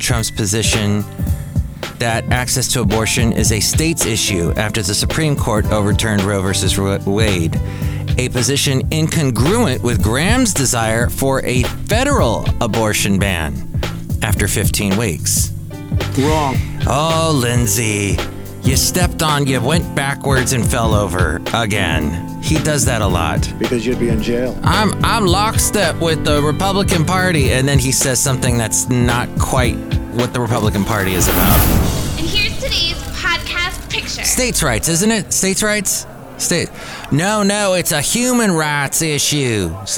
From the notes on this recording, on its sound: podcasts live from Cafe Anyway